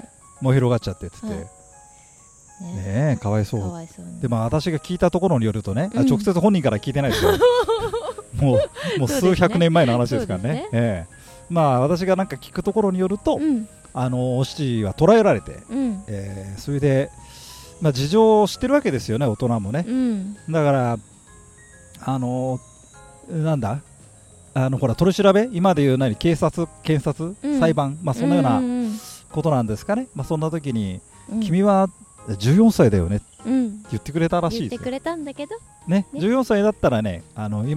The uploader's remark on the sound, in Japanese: 今回は、東京・品川の品川公園のベンチから『宅建のススメ』をお届けます。ちょうどお昼ごろの収録でしたが、みなさんにもセミの鳴き声が聞こえますか。